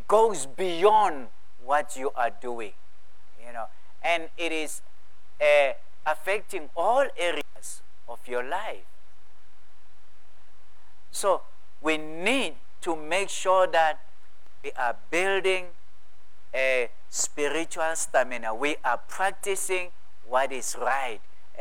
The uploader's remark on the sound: at God's Tabernacle Christian Family Church's evening service on the 16 of April 2023